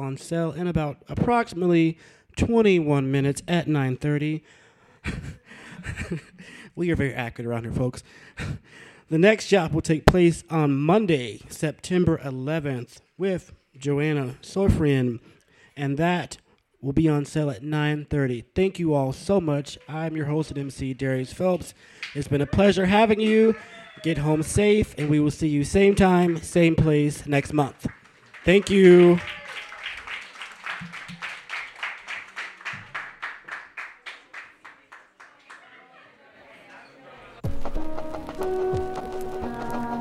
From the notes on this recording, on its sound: Brooklyn Poets Yawp open mic